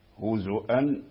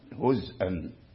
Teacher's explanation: هزأ لإسماعيل تسكينا أي قرأ إسماعيل عن نافع بإسكان الزاي مثل قراءة حمزة · Shown in: second take